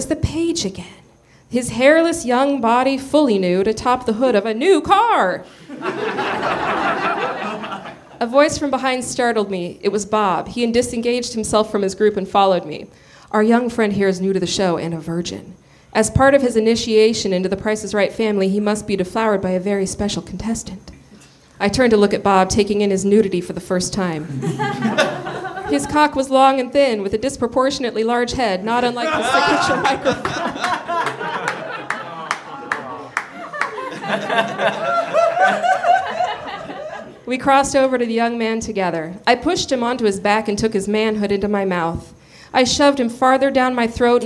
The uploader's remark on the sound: Recorded March 18, 2014 at the Nerdmelt Theater in Los Angeles.